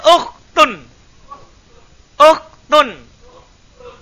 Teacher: ujung lidah ketemu pangkal gigi atas